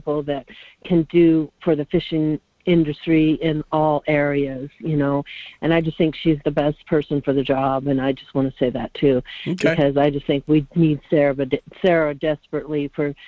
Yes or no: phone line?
yes